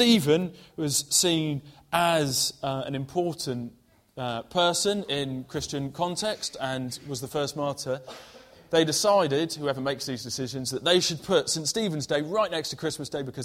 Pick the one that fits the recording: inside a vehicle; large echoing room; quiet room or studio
large echoing room